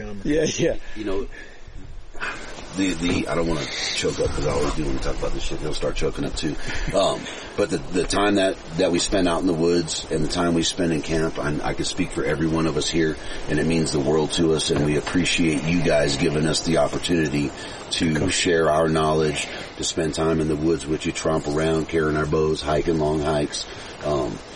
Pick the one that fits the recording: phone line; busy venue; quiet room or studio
busy venue